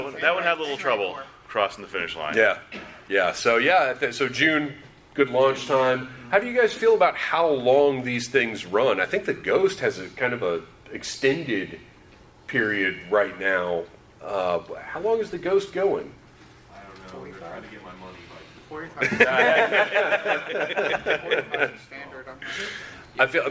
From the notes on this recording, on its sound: This episode was recorded LIVE at Dragon Con for the American Sci-Fi Classics Track.